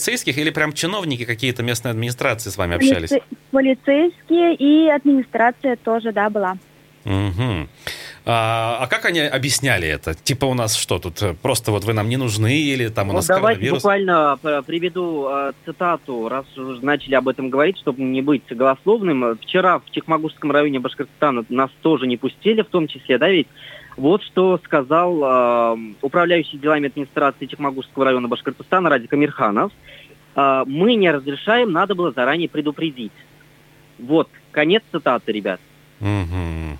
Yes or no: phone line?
yes